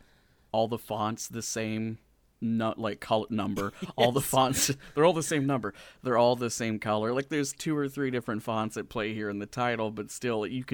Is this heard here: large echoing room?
no